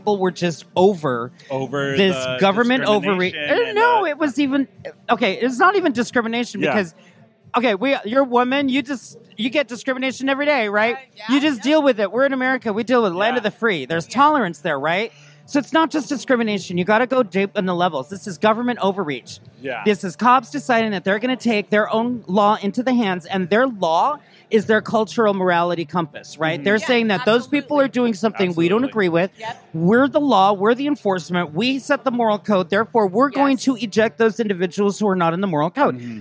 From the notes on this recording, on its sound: This week the gang is out of the studio and recording live from the San Diego County Fair for Out At The Fair.